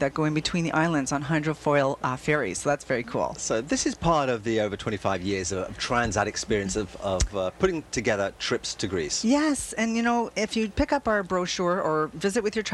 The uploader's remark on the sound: broadcasts live from the Pilaros Taste of the Danforth